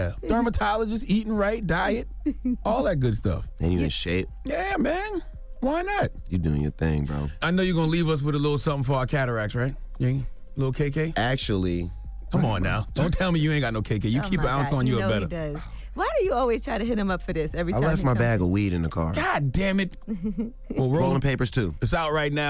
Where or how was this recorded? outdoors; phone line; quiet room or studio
phone line